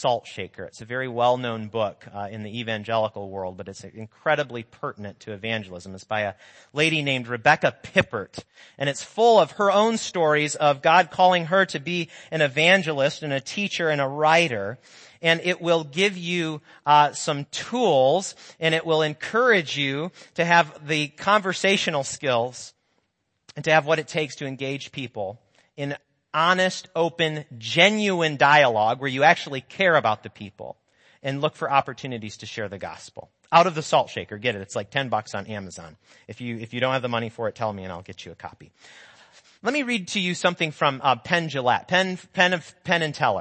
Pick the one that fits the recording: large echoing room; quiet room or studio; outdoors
large echoing room